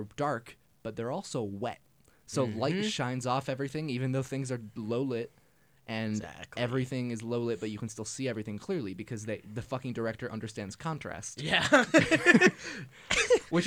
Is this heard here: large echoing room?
no